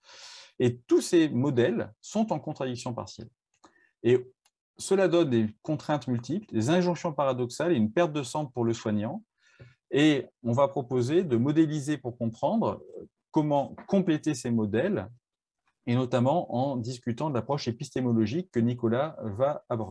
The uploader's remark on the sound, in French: Visio-conférence du collectif Culture Santé